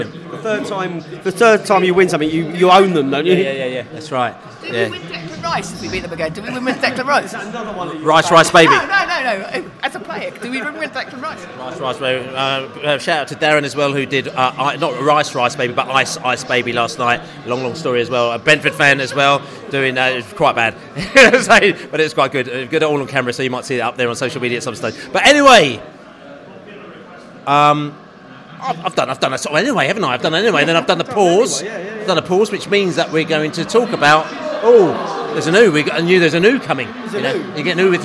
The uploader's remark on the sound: The 'Football is Back' Pod From the Pub. A much-celebrated return to The Globe pub to record the latest podcast - old skool style.